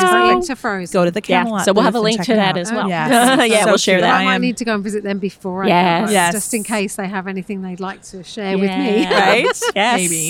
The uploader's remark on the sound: live from the Quilt Market show floor